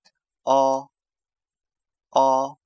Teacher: 其实“哦”这个音是介于“呃”和“呜”这两个音之间的音